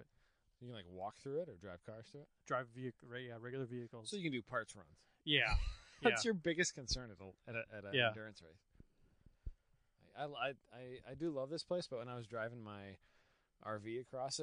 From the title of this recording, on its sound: Walking the track at Blackhawk